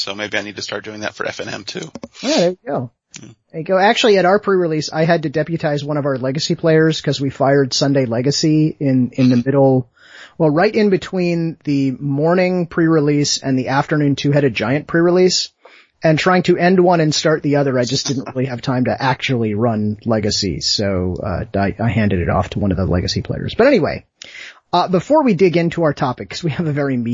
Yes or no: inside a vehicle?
no